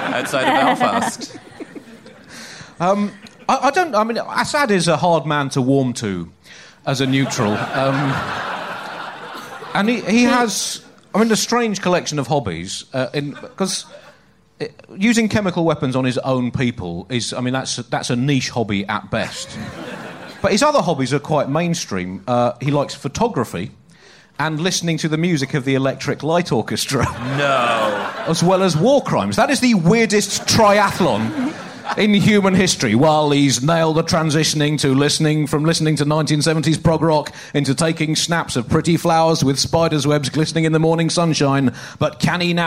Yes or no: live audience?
yes